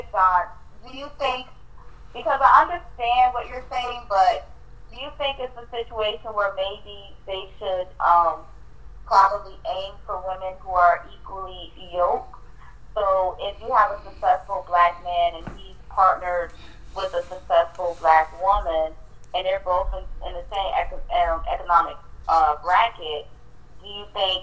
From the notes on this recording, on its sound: Please excuse my audio. I tried fixing it.